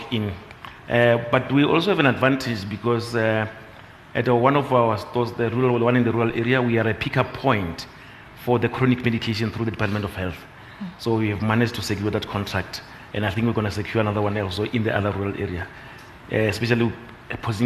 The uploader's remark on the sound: We bring you a programme that was recorded at the recent BDTV SME Summit. A business owner from Polokwane won the lucky draw and joins the panel on stage.